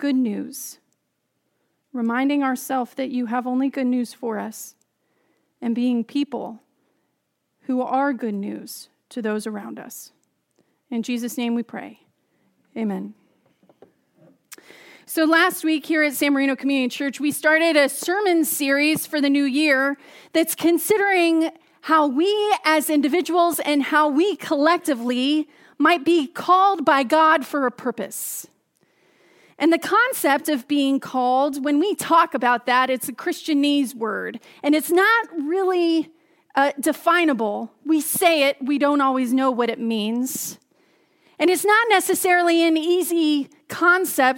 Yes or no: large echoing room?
yes